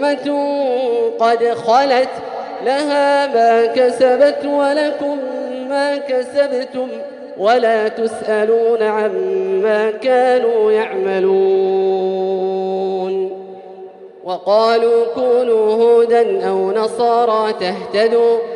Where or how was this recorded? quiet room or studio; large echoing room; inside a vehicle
large echoing room